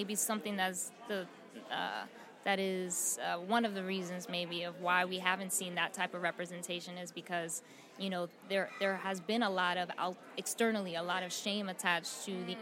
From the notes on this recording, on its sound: holding it down on the red carpet of The 2023 Tribeca Film Festival